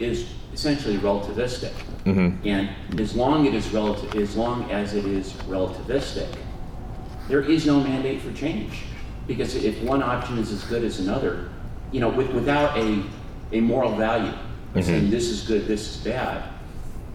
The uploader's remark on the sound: A panel they gave at South by Southwest Interactive.